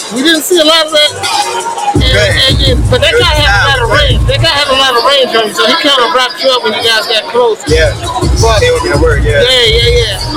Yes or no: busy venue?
yes